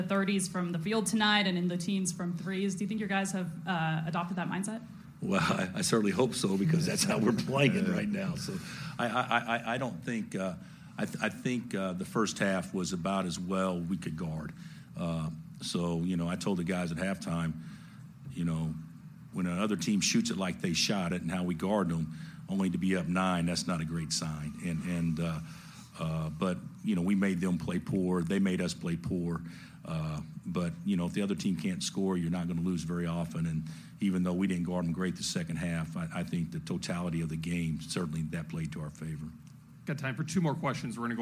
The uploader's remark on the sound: Postgame Audio From Kansas Sweet 16 Win Over Providence. Full post-game press conference.